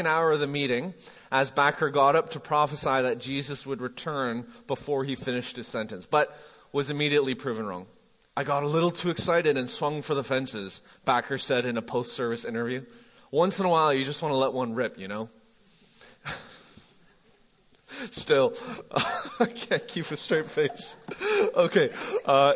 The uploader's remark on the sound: MJ campus. Recorded live at The Fellowship at Mt Juliet on January 20, 2019.